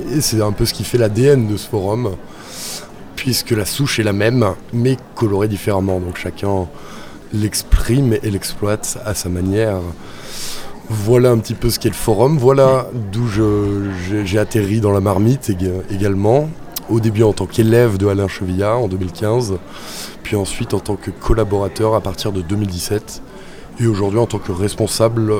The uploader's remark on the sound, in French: En Direct Du Forum A Ciel Ouvert. PODCAST des entretiens exclusifs enregistrés au FORUM A CIEL OUVERT.